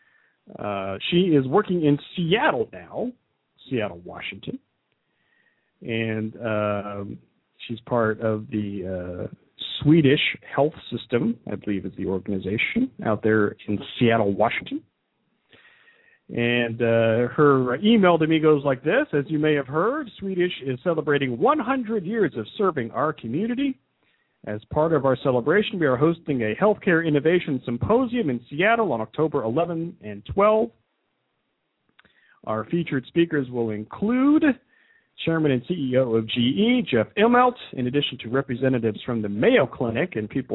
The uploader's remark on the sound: taking a couple of phone calls